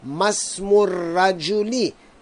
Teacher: there is an interrogative participle ma written before the word ismun, so we will not pronounce the hamza of the word ismun.